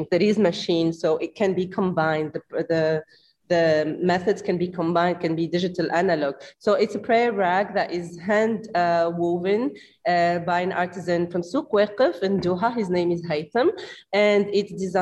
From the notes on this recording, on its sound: Following the interview, there is a moderated town-hall-style Q&A with questions coming from the live virtual audience on Zoom.